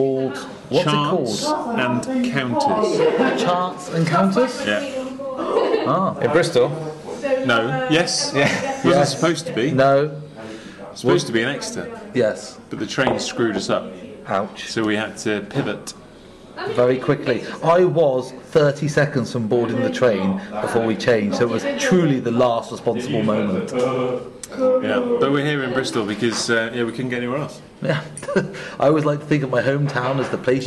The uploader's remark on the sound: From Chance & Counters & The King William Ale House, Bristol, UK. During their annual Christmas drinks.